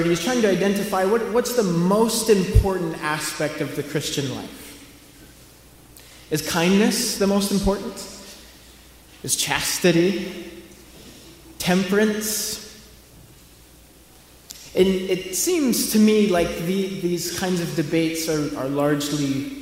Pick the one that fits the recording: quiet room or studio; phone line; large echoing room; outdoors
large echoing room